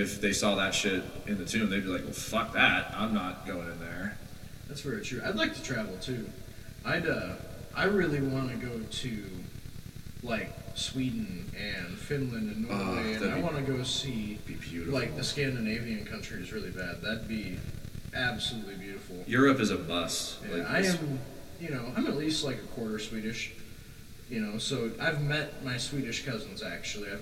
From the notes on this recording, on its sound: Completely f*ck their sound up.